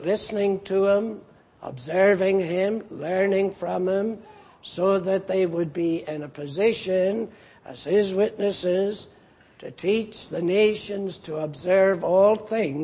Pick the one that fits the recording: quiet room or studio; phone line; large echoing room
large echoing room